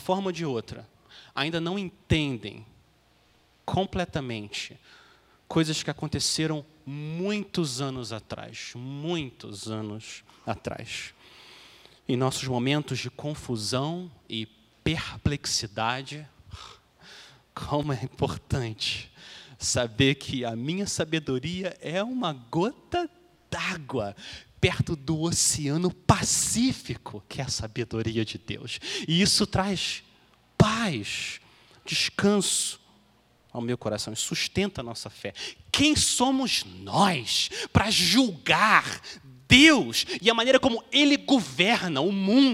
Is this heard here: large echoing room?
yes